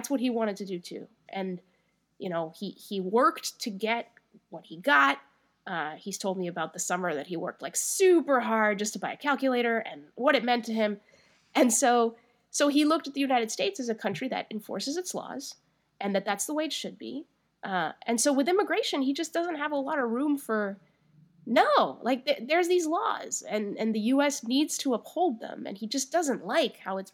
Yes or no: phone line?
no